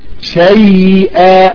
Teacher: الياء ليست مكتومة، ليس فيها انحباس للصوت، لكن فيها جريان للصوت، صفة الرخاوة. فإذا أحببت أن تقرأ فقل شيئا، يعني تجري الياء قليلا لمجرد صفة الرخاوة التي فيها، وليس وقف ولا سكت.